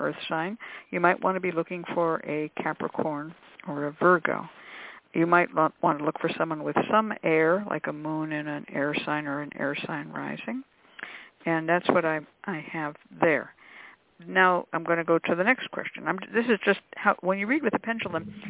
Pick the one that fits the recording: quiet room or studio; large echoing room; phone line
phone line